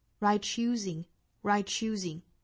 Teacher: 它属于是辅加辅的连读，这里面应该连成 ch 的发音